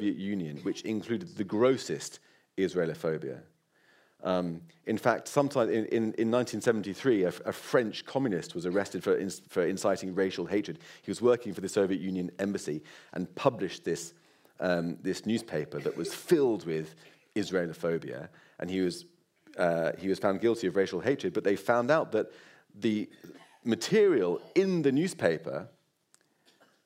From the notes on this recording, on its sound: This episode was recorded in front of a live audience at the JW3 community centre in North London. Took questions from the audience.